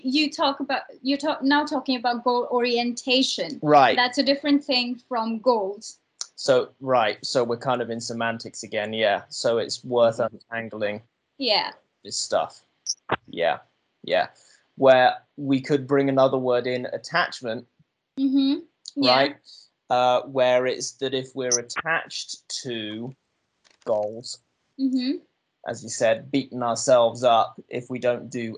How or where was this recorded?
video call